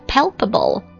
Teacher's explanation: 有一个辅音 p 音，然后再一个 p 音，再一个 b 音，对不对？ palpable 前两个只是轻的，后一个是浊的